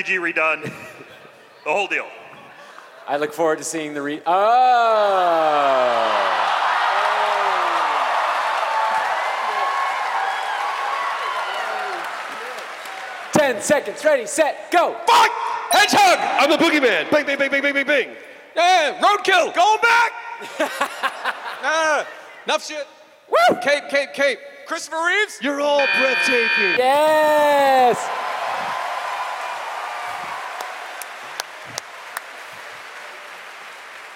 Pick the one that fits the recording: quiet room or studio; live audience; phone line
live audience